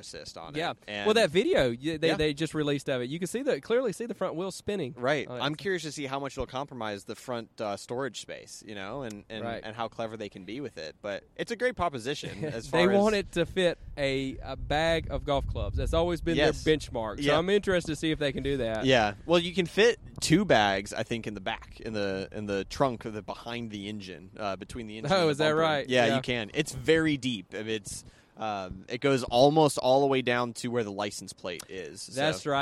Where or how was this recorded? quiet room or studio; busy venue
busy venue